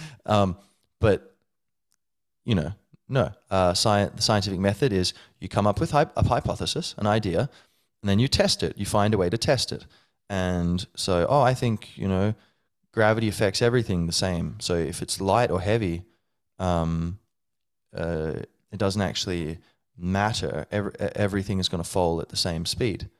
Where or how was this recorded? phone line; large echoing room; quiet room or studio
quiet room or studio